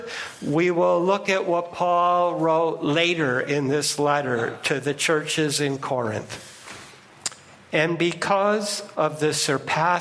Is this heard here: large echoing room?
yes